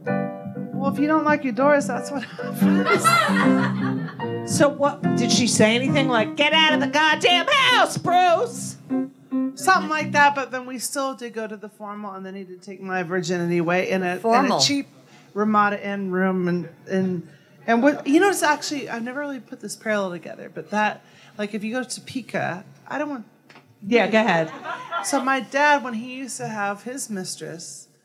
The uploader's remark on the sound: LIVE from Club Cumming. LIVE from Club Cumming.